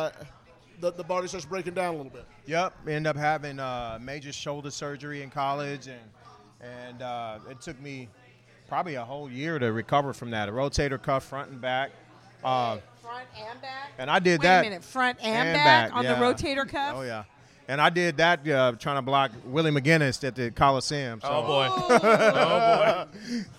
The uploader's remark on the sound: We are live from the Backyard in South Seattle!